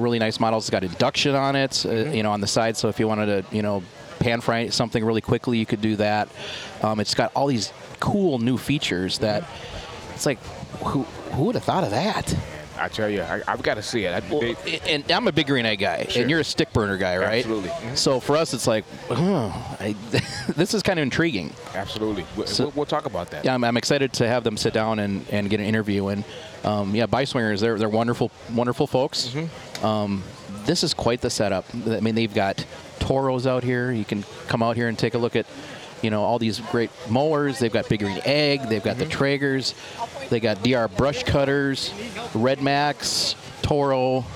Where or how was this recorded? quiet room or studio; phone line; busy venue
busy venue